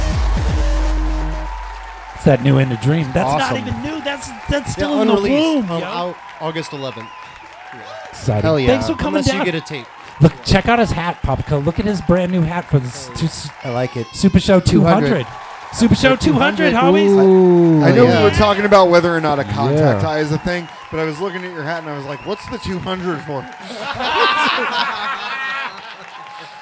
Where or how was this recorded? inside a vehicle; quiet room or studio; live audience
live audience